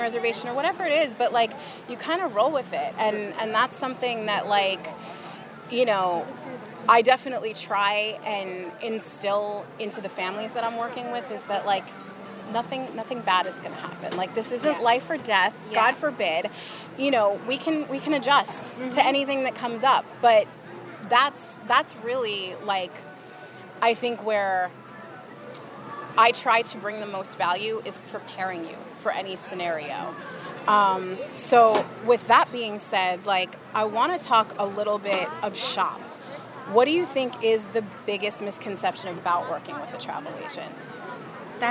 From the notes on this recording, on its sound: live from EPCOT